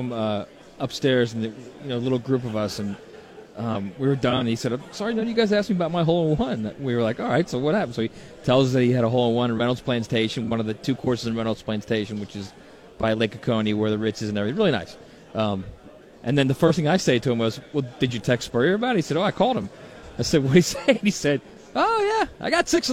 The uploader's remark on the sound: live from SEC Media Days